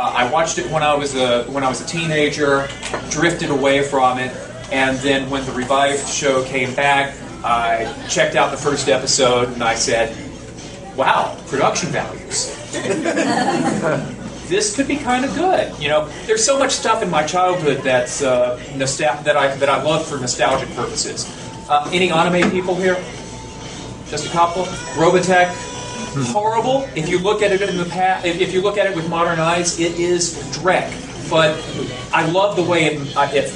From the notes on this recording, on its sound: Invited me to speak at their third annual banquet last Saturday. Kindly recorded it on his Flip camera.